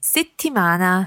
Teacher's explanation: the word settimana is a good word for practicing the bounce on that double consonant